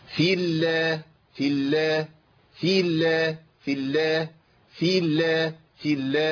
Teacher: انا بكسر الفاء، لكن لو ضغطت هثبت الياء